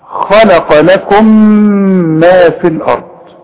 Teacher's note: التقت ميم ساكنة بميم متحركة فبندغم هنا، ولازم نغن بمقدار حركتين · Term: الادغام